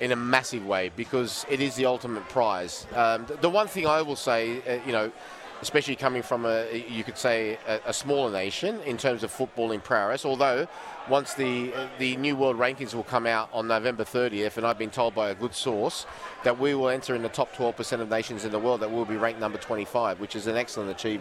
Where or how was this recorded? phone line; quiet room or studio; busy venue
busy venue